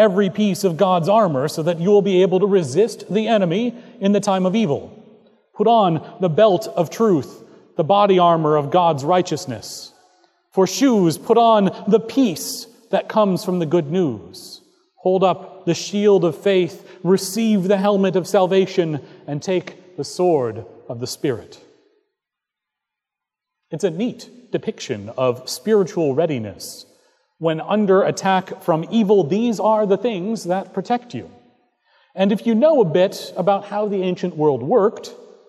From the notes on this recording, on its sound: Recorded August 20, 2017 at Trinity Presbyterian Church in Bixby, Okla.